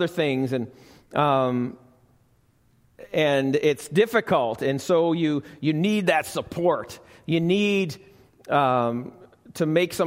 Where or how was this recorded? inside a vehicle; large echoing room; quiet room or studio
large echoing room